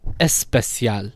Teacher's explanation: The phonotactics of Spanish does not allow for word initial sibilant stop combinations.